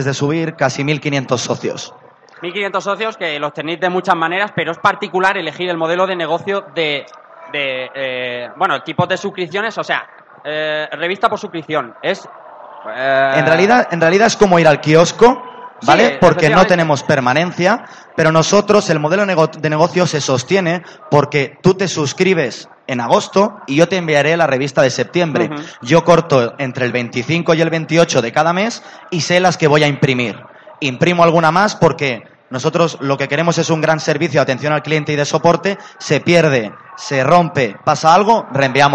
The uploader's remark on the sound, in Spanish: Directo Madrid Games Week